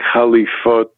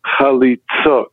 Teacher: Now that sounds like chalifot, but instead of an F sound in the middle consonant, it's a T sound in the middle consonant